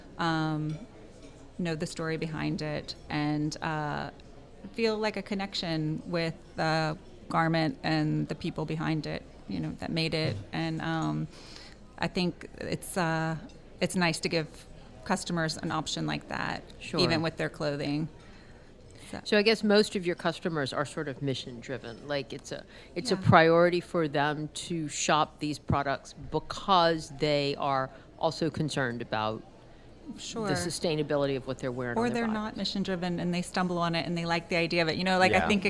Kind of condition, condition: setting, busy venue